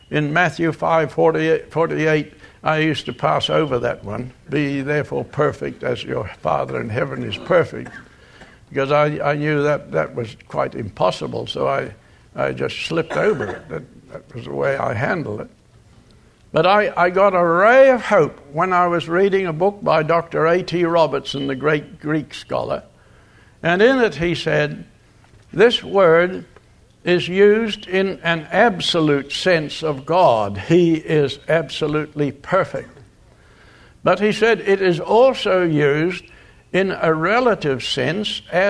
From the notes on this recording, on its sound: Location: Grace Bible Church Anderson. Guest speaker at the Fall Bible Conference at Grace Bible Church in Oct.